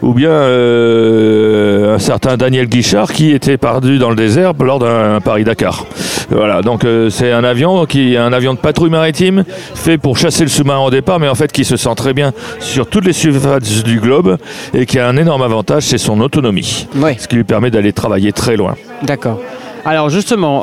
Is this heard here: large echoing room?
no